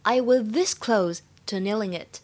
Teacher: 这里的 this 表示程度，可以重读